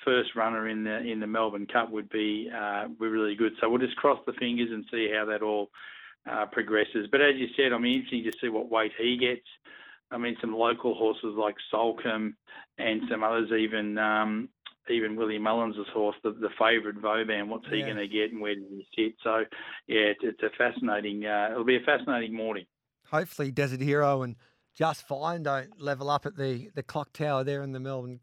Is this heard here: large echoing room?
no